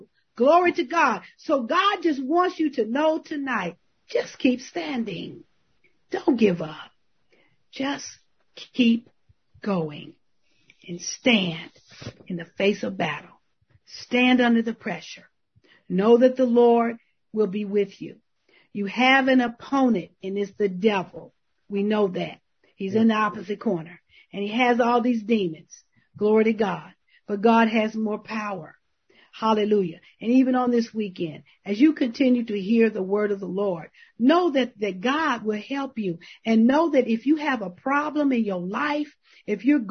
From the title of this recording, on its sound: May 2021 Zoom Meeting